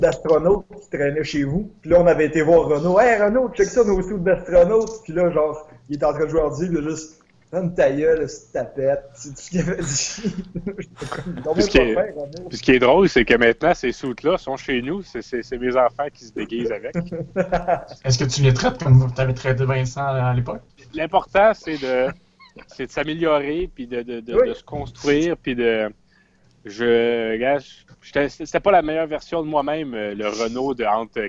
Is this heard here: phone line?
yes